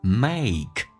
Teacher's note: 稍微夸张一点，先发 A,再发 E